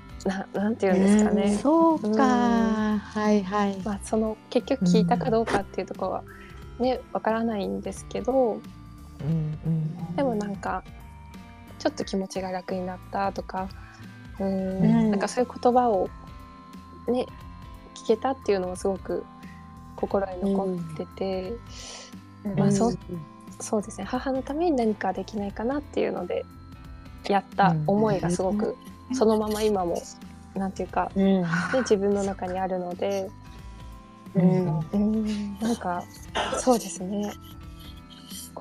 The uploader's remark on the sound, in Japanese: ツイッタースペースからダウンロードした音源です 雑音お聞き苦しい点お許しください